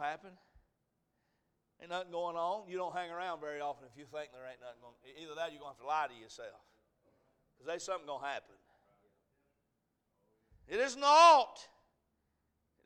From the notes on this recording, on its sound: A message preached at Crossroads Baptist Church